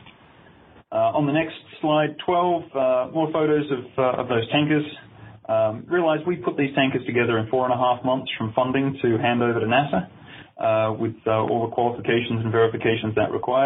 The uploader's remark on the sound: weekly teleconference